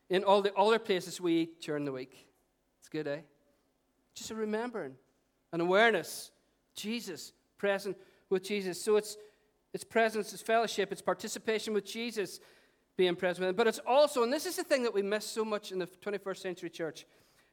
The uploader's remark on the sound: Recorded on 26th August 2018 at our 11am Celebration.